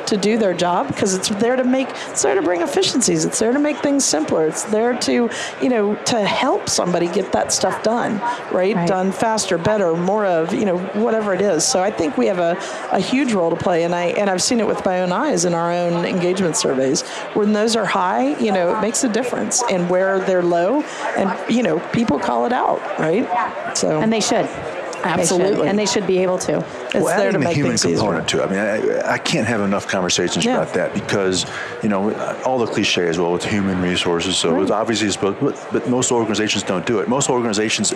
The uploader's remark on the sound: LIVE from Las Vegas, at #HRTechConf